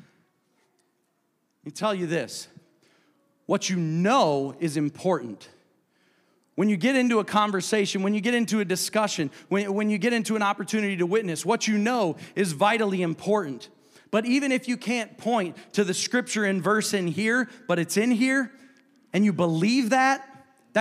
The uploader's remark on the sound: a service recording from Connect Point UPC